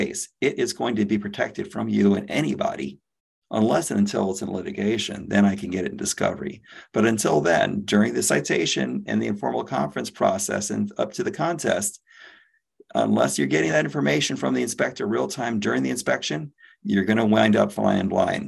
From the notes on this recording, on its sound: You are listening to audio from a webinar in the Safety+Health Webinar Series. By Alert Media.